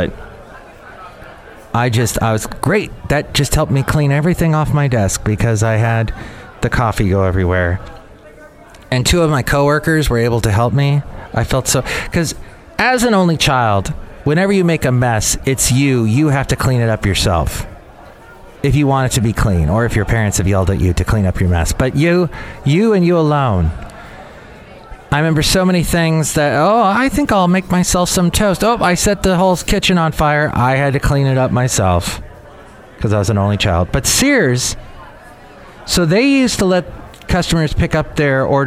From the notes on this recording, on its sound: podcasts live from Café Anyway